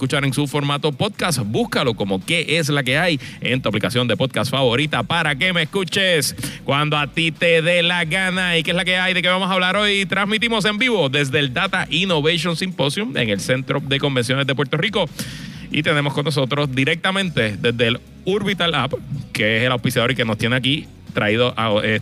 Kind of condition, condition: setting, busy venue